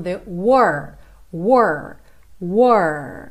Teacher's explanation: esse R é com a língua enrolada